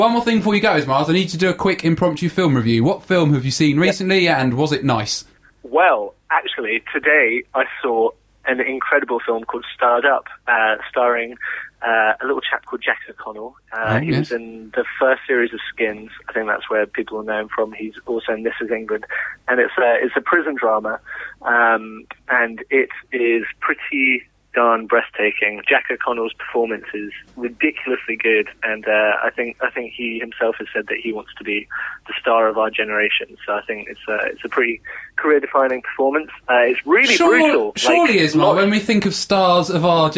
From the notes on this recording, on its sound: A solo musician who not only pops in for a chat, but also performs live and shares the art of looping with the boys. A phone call to a very special friend of the show.